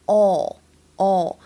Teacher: 长元音的哦，发音呢要更往后靠一些 · IPA: [ɔ:]